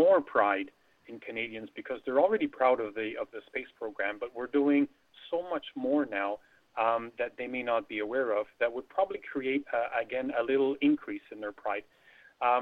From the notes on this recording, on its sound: Via telephone.